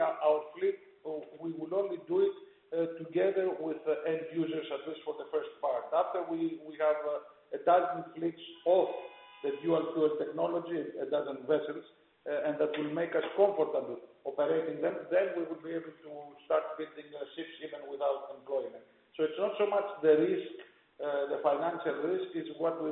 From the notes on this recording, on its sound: During the Company's Q4 2021 Earnings Conference Call. Capital Link's C-Suite Market Updates.